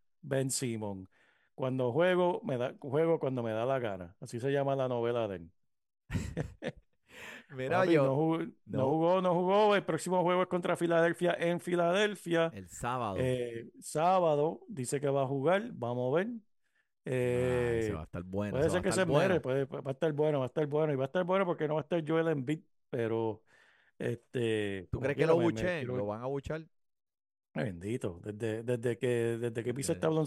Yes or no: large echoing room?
no